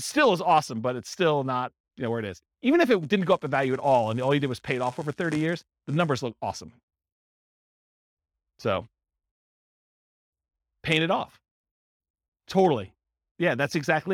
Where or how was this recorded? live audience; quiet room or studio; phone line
live audience